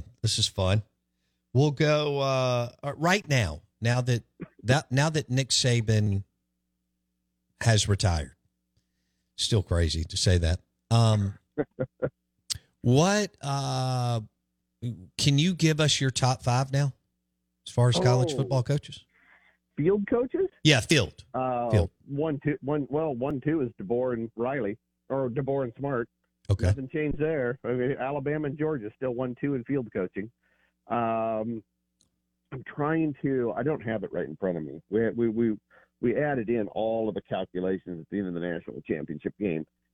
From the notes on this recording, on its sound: Joins the show on the Farm Bureau guest line talking bout the best graded coaches live in the BankPlus Studio.